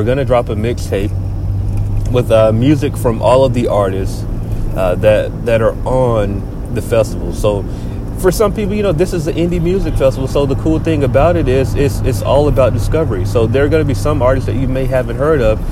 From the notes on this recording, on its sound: This week we record from the car again